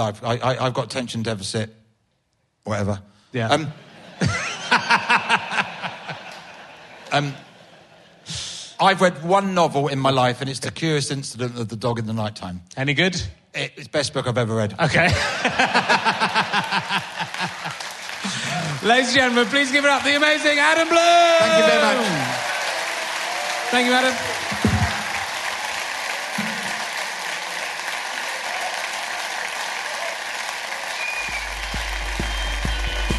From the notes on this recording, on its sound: Another book club in front of an audience - this one coming from Aldershot.